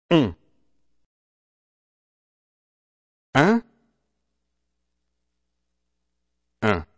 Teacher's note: try not to put a trace of the consonant n in your nasal sounds